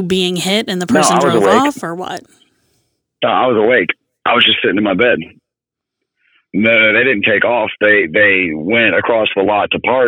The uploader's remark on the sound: calls in from the road